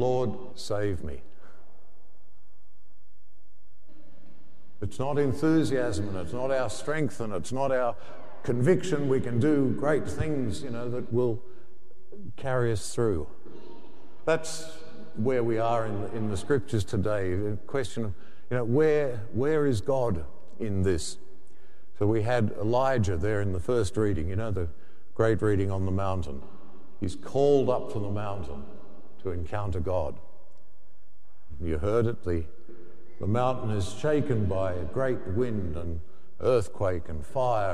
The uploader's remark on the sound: The homily from Sacred Heart Cathedral, Hamilton